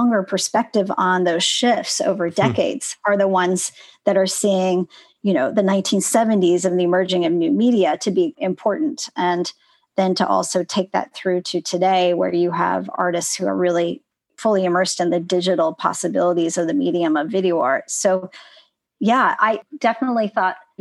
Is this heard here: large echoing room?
no